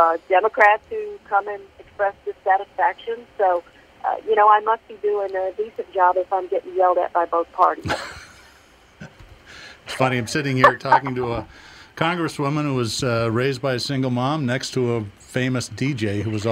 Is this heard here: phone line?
yes